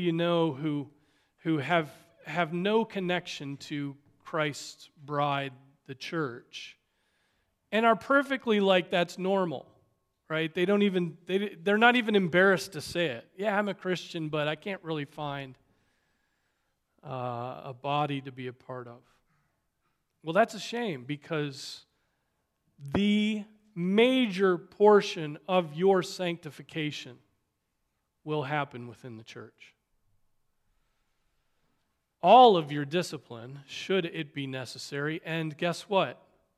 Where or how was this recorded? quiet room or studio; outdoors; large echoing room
large echoing room